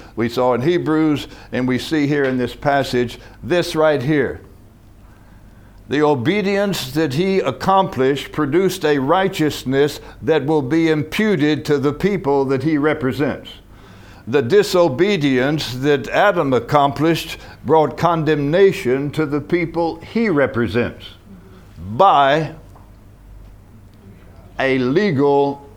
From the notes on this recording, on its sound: From the HeartCry Asia Conference 2023.